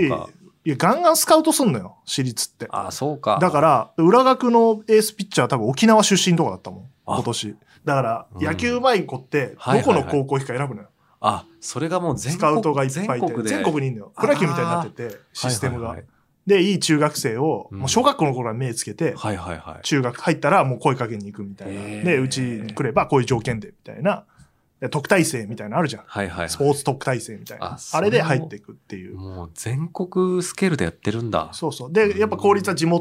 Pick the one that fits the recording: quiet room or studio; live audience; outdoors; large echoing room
quiet room or studio